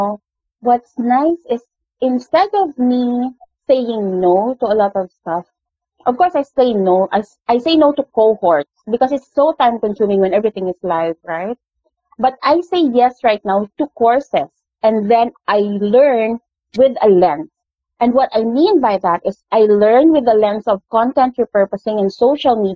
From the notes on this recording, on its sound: The audio of this interview isn't the best